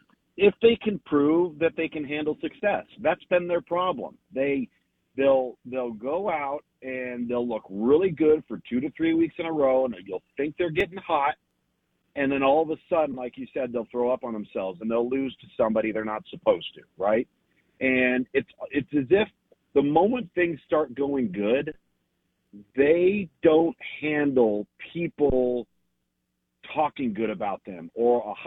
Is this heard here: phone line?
yes